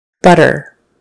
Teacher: a middle T, where it's just kind of a soft, somewhere in between T and D sound. Butter. The next couple will have a final T sound, where not much air comes out, but you still put your tongue up behind your teeth.